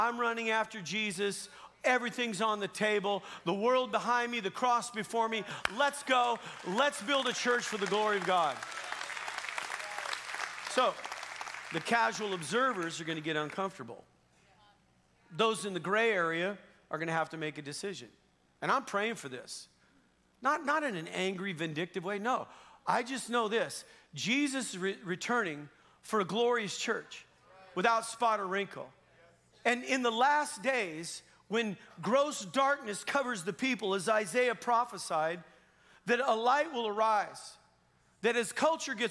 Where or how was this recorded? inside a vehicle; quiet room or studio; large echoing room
large echoing room